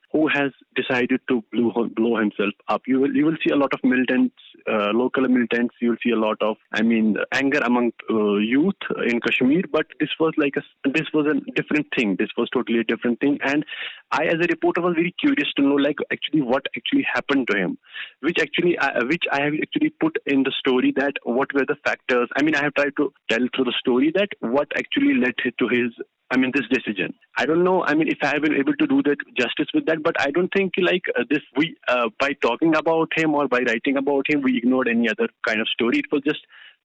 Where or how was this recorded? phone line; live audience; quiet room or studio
phone line